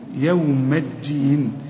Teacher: يوم الدين كل الحروف مرققة